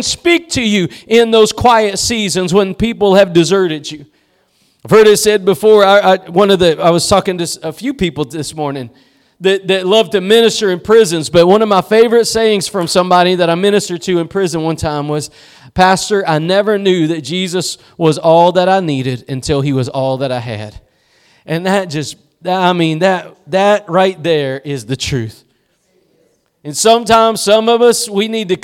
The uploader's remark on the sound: Preached at Gospel Lighthouse in Bossier City, La.